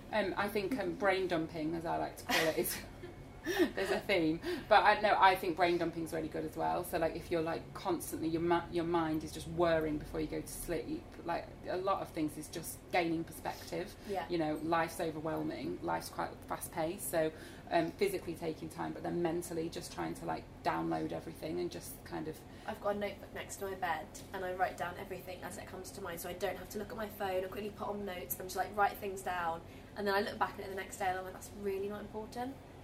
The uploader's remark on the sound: Live Podcast Recording with Fresh. In partnership with Fresh on Marylebone High Street in front of an audience of 25(ish) people.